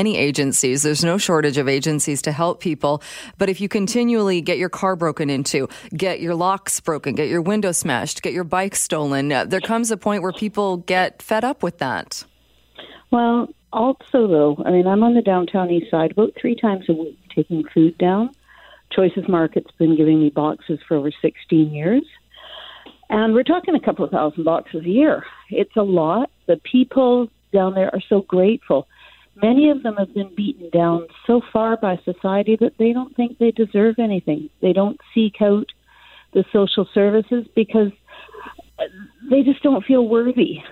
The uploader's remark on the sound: Then, we open up the phone lines and get your thoughts on the stolen shopping cart situation.